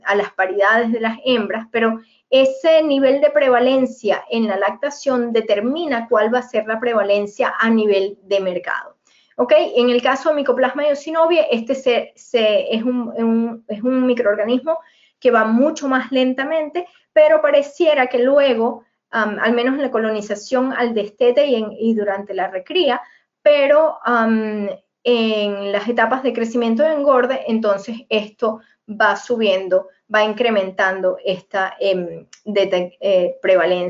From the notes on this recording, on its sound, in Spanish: En este episodio hemos rescatado el audio del aula virtual.